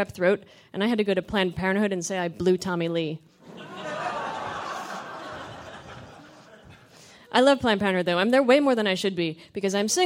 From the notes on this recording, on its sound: Her set was recorded at The Sound of Young America Presents: Laugh Night, a benefit for Art Share Los Angeles.